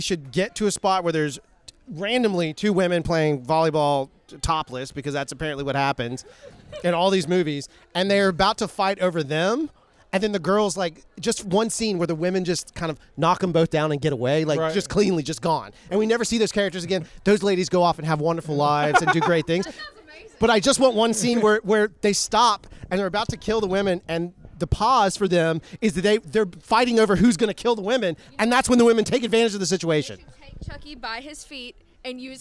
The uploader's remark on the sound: Live from Halloween Horror Gras!